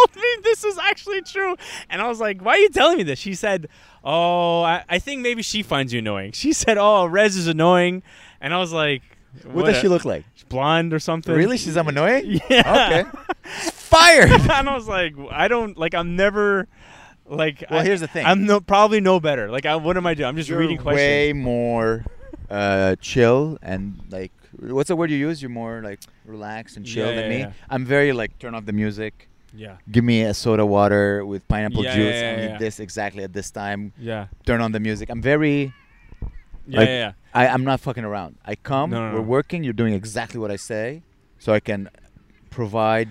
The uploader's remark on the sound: We record right by a baseball field it's rly a nice sight. We almost get hit in the head by a soft ball.